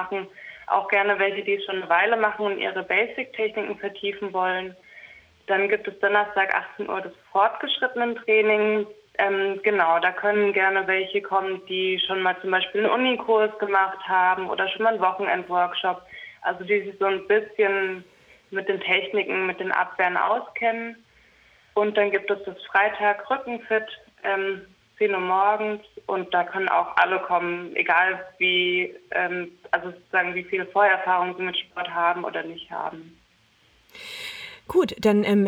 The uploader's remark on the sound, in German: Jetzt hier am Telefon.